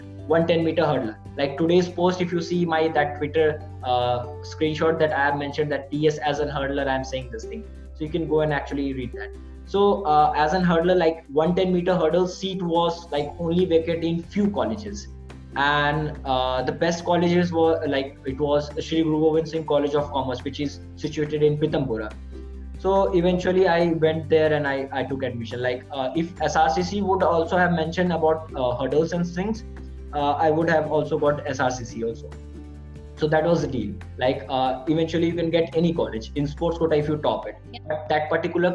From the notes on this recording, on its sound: A zoom call with a beautiful and positive soul.